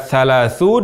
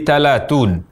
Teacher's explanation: mengucapkan huruf tha dari tempat keluar huruf ta · Shown in: second take · Misalnya mengucapkan kata thalathun menjadi talatun.